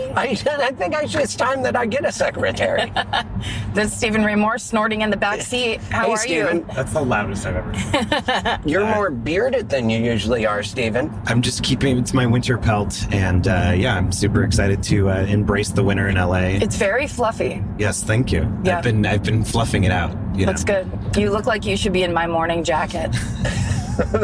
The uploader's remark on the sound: In the Car